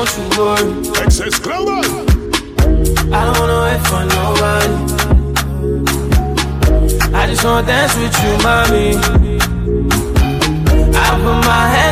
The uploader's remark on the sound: Hush Lounge 17.10.20 (Live Audio)